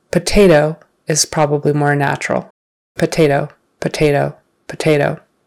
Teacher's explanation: sometimes that second T on the unstressed final syllable, potato, turns into a D sound. Like, you can say it with a T, potato, you're just going to sound very proper.